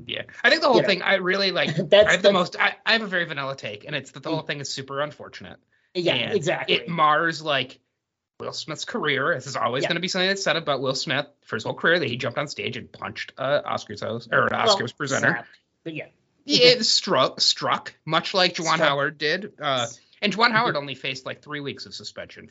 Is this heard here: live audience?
no